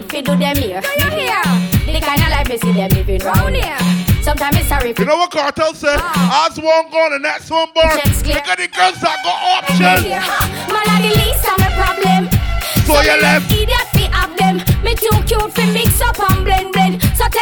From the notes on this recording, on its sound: LIVE AUDIO. Live at Mad & Bad - Sound Check.